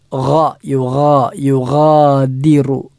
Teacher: ഗ എന്ന അക്ഷരം തൊണ്ടയുടെ ഏറ്റവും മുകൾ ഭാഗത്ത് നിന്നാണ് പുറപ്പെടേണ്ടത്